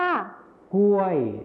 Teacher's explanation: คำว่ากล้วยในภาษาไทยมาตรฐานจะใช้คำควบกล้ำรอลิงนั่นเองส่วนภาษาไทยถิ่นอีสานจะไม่ใช้คำควบกล้ำรอลิงนั่นเองค่ะ